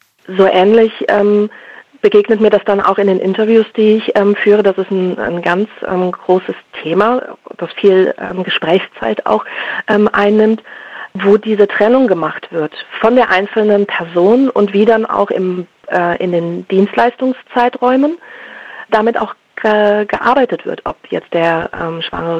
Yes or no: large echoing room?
no